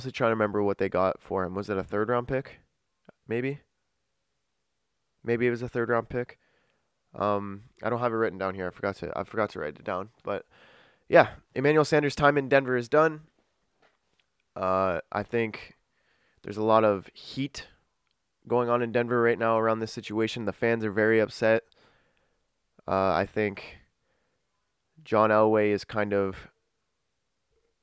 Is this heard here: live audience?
no